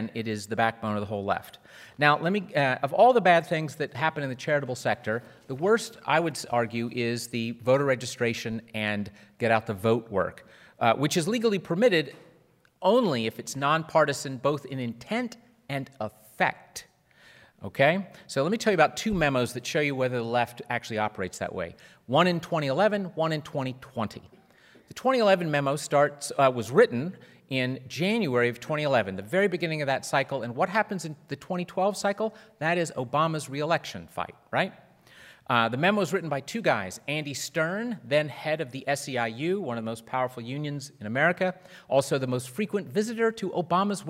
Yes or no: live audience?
yes